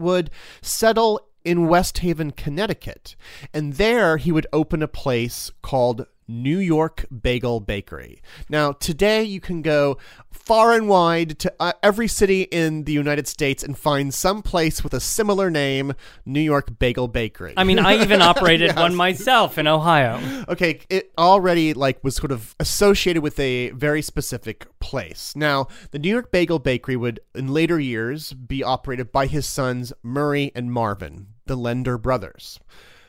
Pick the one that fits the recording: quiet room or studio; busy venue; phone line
quiet room or studio